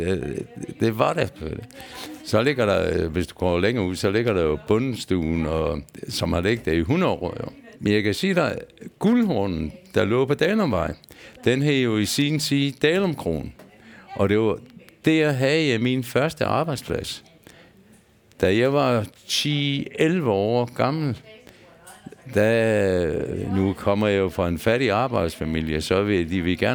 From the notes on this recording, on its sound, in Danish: Optaget på Bill’s Pub 47, Odense.